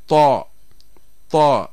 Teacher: والطاء والدال وتاء منه يعني من طرف اللسان، ومن عليا الثنايا يعني الثنايا الأسنان الأمامية العليا، لكن الاختلاف يكون في مؤخرة اللسان. ففي الطاء ترتفع مؤخرة اللسان ويضيق المخرج، وهذه صفة الاستعلاء